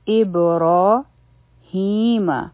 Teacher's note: اوله به مونږ حمزه د با سره یو ځای کو، په با باندې سکون دی، دلته به قلقله وکړو، آواز به واپس راشي مونږ ته. اب را به غټه وایو، ځکه چې په دې باندې فتحه ده او دوه حرکا به اوږدوو هم، ځکه چې دا حرفی مد دی.